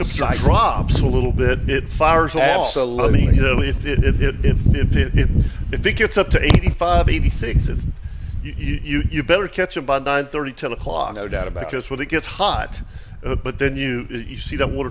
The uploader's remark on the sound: do the show live from Steinhatchee River Club!